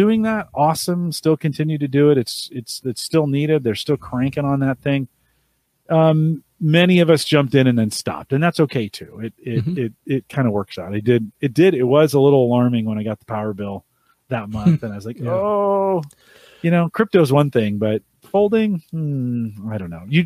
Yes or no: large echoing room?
no